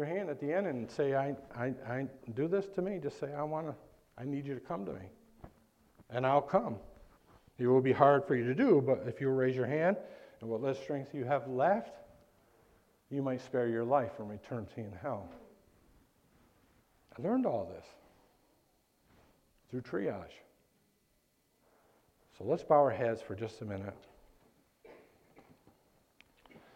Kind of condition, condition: setting, large echoing room